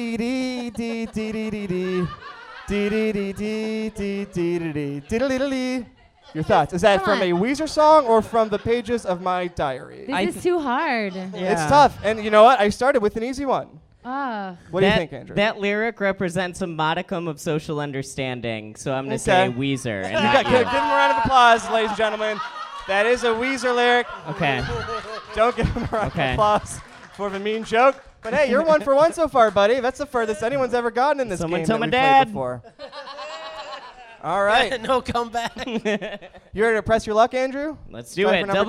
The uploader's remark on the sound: Recorded live in Brooklyn as part of the 2016 KATG VIP Night!